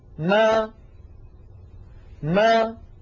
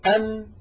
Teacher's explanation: إذن بداية الميم المتحركة شفتان ملتصقتان ثم تبتعدان هكذا، ونهاية الميم الساكنة شفتان مبتعدتان ثم تصطدمان هكذا